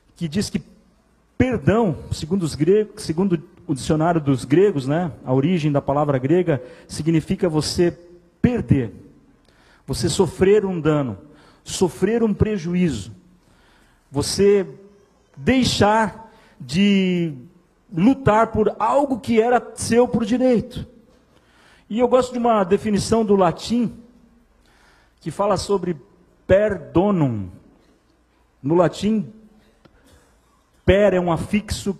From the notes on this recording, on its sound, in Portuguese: Em nosso Culto de Celebração. Igreja ABA Blumenau (Transmitido ao vivo).